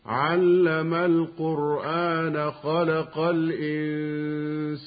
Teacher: كلمة القرآن مد الهمز وصلا يكون بمقدار حركتين لحفص، هكذا: علم القرآن خلق الإنسان، لأنه بدل. · Term: مد البدل